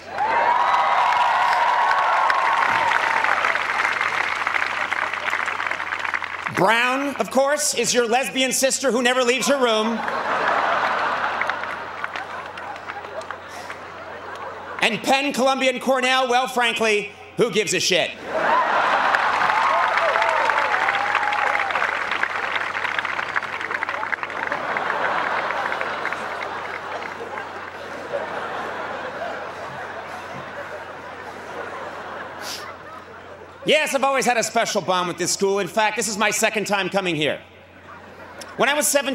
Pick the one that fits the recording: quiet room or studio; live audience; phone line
live audience